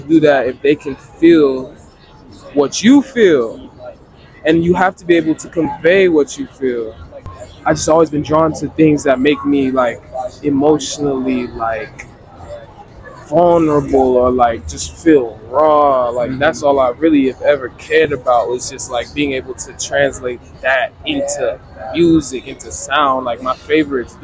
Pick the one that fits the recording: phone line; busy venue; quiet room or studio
busy venue